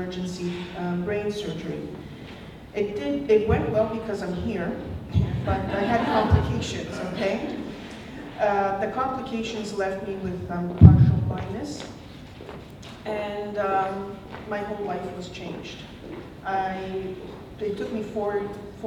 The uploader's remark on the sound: On stage at the event on June 2nd, 2015.